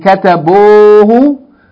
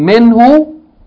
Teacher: If this pronoun is preceded by a long vowel, like in katabuhu, or is preceded by a consonant, like in minhu, it remains short